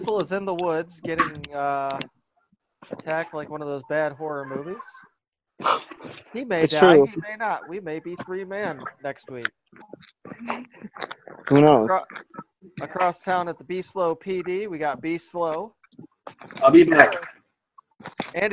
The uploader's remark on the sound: Out in the woods in the Wisconsin Dells and the Henplex Studio unavailable. With poor audio, signals cutting out, and no real agenda.